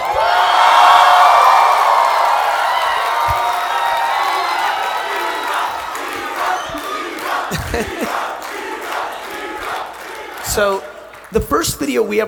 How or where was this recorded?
live audience